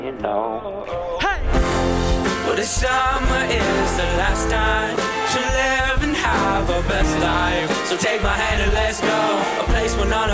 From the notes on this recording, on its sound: Now Live from Winona State University in Winona